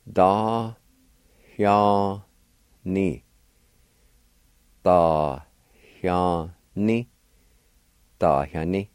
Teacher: right between the first A and the Y, there's a faint H sound or an aspirated sound